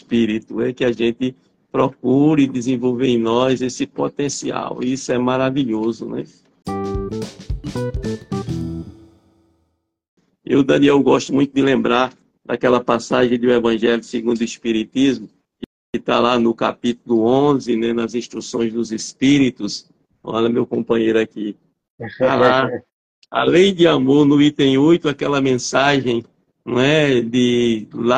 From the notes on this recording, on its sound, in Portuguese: Live realizada através do Instagram